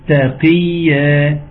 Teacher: قاف، ولكنها في أقل درجات التفخيم